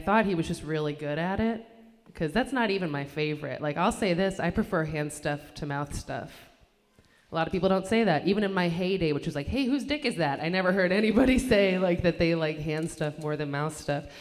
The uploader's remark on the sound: Located at The Co-Prosperity Sphere, a really cool space where the show is also recorded as a podcast for Lumpen Radio.